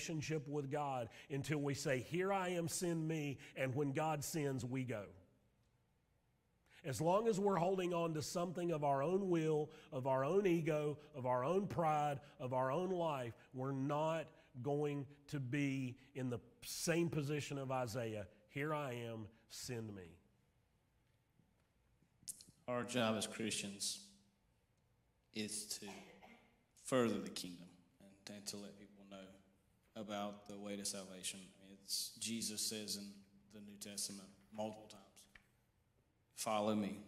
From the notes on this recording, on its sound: Sermon audio from Mission Church in Locust, NC.